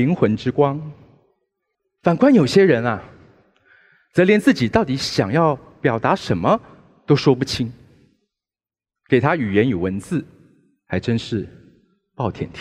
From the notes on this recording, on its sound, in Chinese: 本集節目取自【2023突破者知識跨年饗宴】現場錄音。